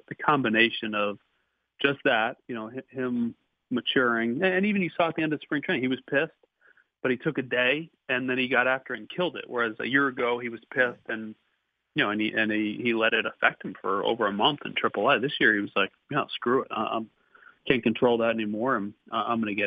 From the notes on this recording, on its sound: called in to the Ben and Skin show